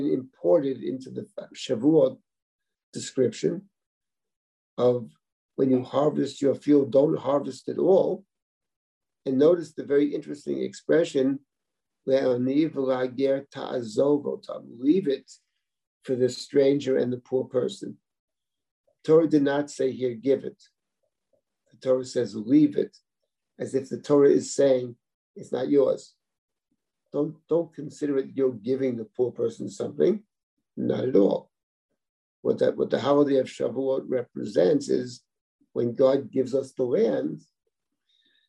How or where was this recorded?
video call